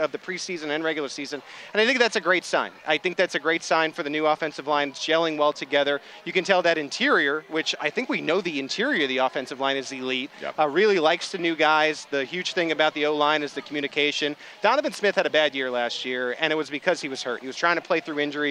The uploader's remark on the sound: LIVE FROM KANSAS CITY: Arrowhead smells good. LIVE from Arrowhead Stadium in Kansas City.